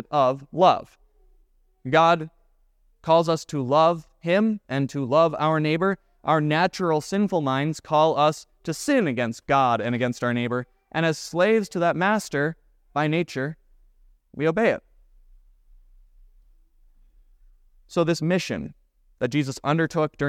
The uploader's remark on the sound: was preached at Grace of God Lutheran Church